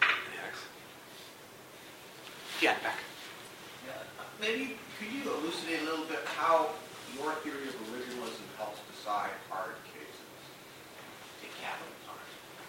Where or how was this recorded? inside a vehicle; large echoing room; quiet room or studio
large echoing room